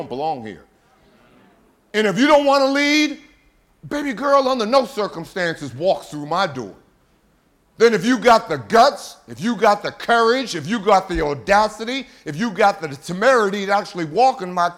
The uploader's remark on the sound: a classic throwback from TSP Live 2018